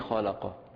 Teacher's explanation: خلق تصادم وتباعد في مخرج القاف